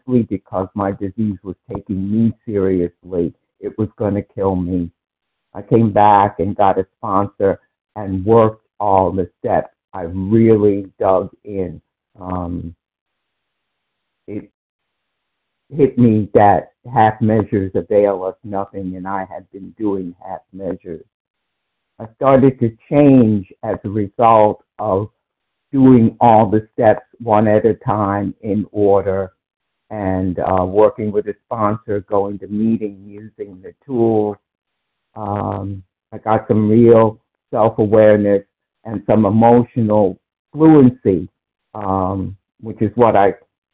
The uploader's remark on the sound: from the 100 Pounders Phone Meeting, 1/5/24